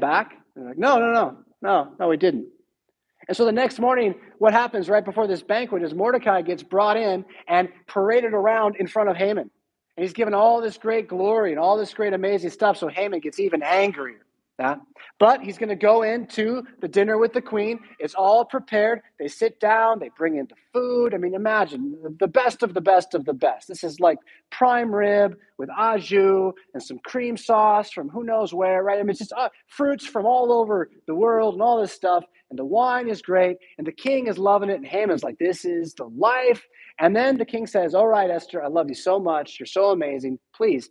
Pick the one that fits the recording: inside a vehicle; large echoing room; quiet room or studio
large echoing room